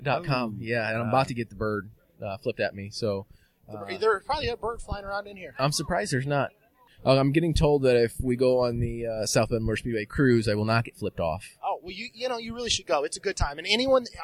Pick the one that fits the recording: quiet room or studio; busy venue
busy venue